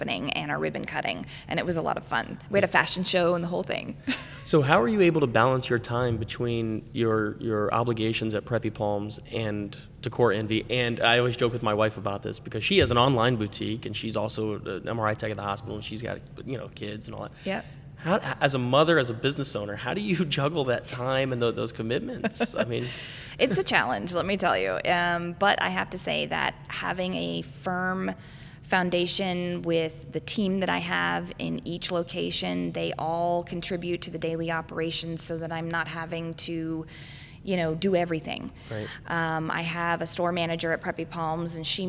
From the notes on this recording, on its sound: This was shot live, on location, at Vero Beach Museum of Art.